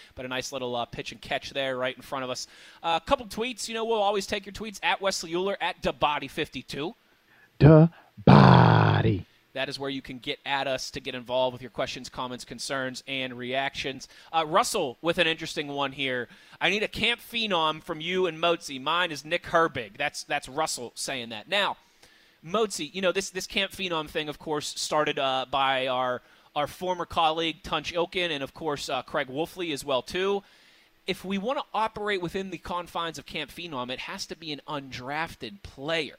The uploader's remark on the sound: The Blitz Live from Steelers Camp Day 5